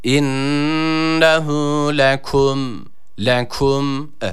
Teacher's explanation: bunu kum yani u sesiyle değil de u-ü arası bir sesle okumamız gerekiyor